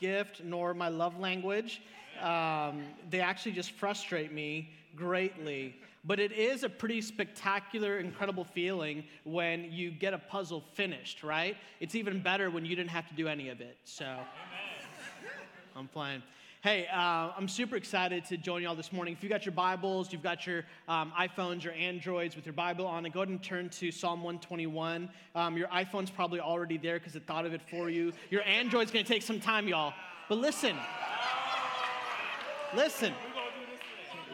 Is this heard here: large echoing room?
yes